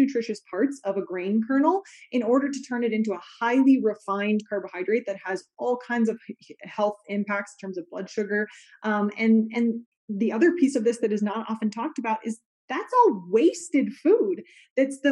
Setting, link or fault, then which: link, video call